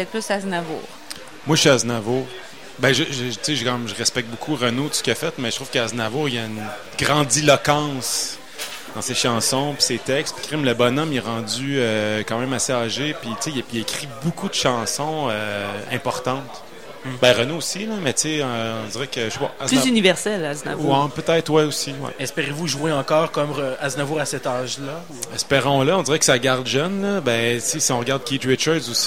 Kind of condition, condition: setting, busy venue